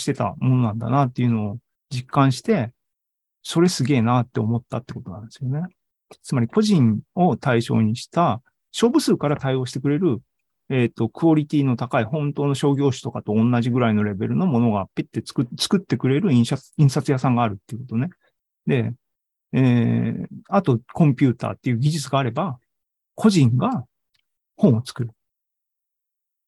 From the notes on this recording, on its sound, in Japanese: ２０２２年９月２８日に開催した ZOOMライブの模様です。